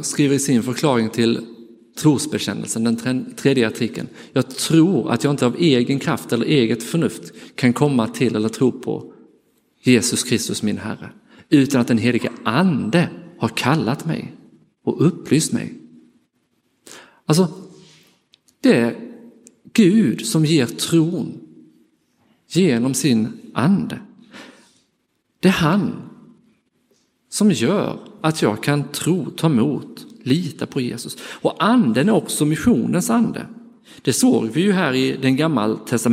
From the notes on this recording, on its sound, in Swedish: Inspelad i Roseniuskyrkan den 28 maj 2023.